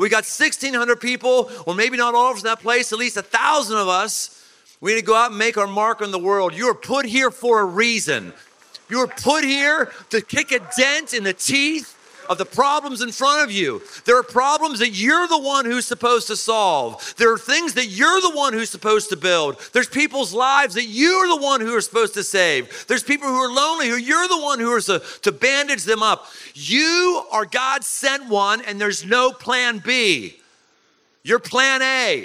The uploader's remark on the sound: Live at Man Camp. Surrounded by thousands of men.